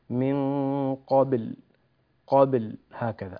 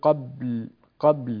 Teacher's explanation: الباء في وسط الكلمة والباء ساكنة، إذن حقها أن نقلقلها · Shown in: first take · من قبل، قبل هكذا، ولا تقول قبل، قبل بدون قلقلة، لا. · Term: القلقلة